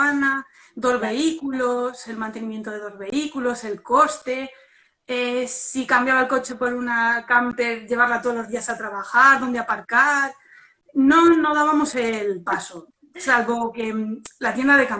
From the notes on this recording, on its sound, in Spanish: volcar el audio del directo de Instagram del domingo 24 de mayo de 2020